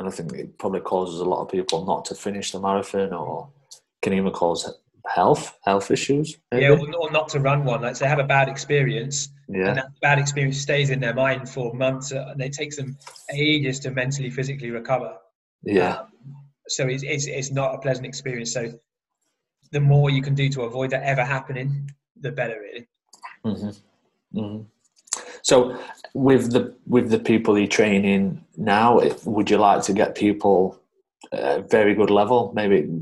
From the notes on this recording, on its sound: This episode was recorded via Zoom